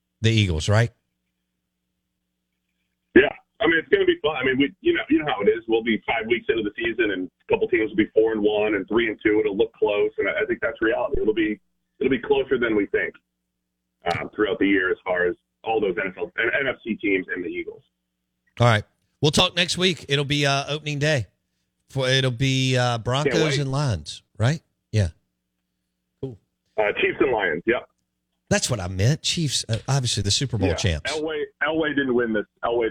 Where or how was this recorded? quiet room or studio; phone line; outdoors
phone line